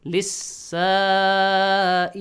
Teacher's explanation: Hamzatul wasl is omitted, lam is omitted.